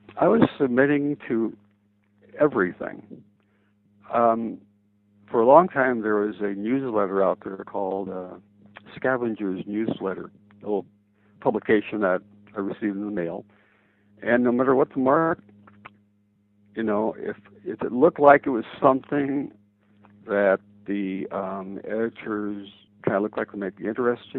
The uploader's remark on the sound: The second part of their phone conversation.